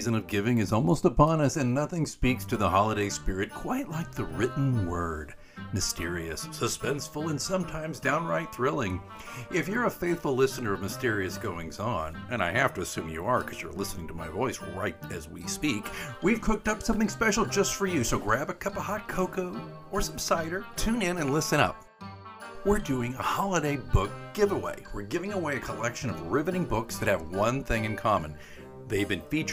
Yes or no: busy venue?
no